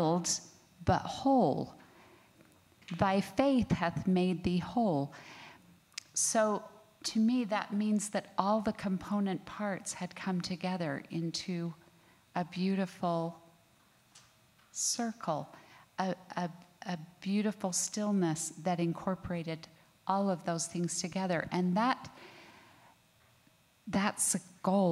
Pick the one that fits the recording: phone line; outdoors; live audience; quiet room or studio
live audience